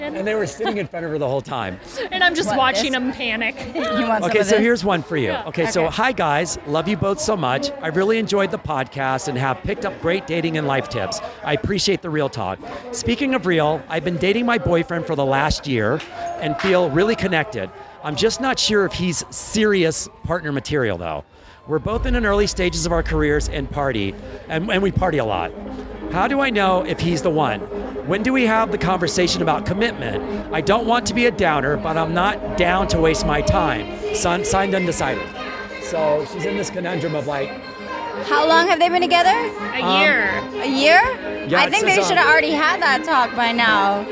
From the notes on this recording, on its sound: recorded at the Virgin Hotel's Elia Beach Club in Las Vegas